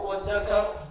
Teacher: قال النحاس: أصل الذكر اذكر، والذال قريبة المخرج من التاء، ولم يجز إدغامها فيها لأن الذال مجهورة والتاء مهموسة، فلو أدغموا ذهب الجهر، فأبدلوا من موضع التاء حرفا مجهورا وهو الدال، وكان أولى من الطاء لأن الطاء مطلقة، فصار إذ ذكر، فأدغموا الدال في الدال لرخاوة الدال ونيرها.